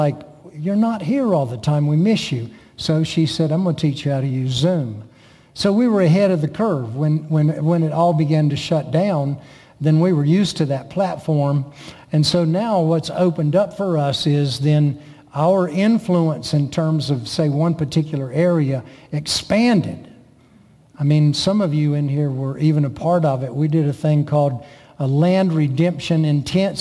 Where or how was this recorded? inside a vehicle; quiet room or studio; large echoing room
large echoing room